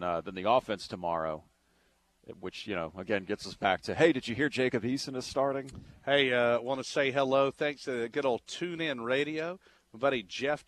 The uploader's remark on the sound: live from the UGA Bookstore